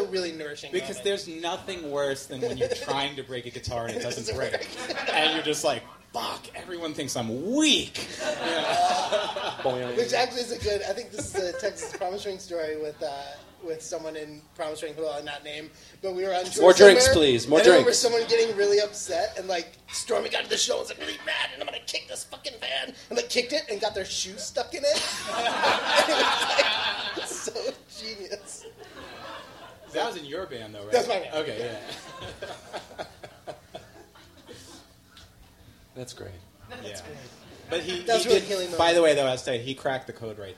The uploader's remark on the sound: Live Podcast Taping from Brooklyn. This special episode taped live at Union Hall in Brooklyn.